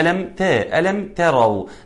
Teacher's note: حينما أقول تروا يبقى أنا قلتها بالطاء، وده أول خطأ في تصحيح تلاوة هذه الآية